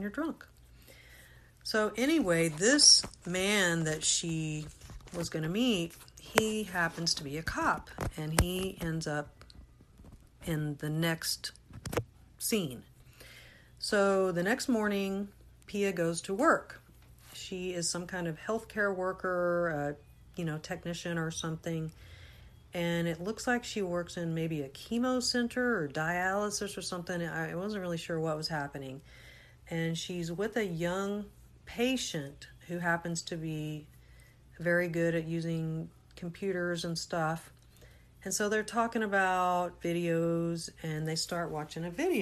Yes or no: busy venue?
no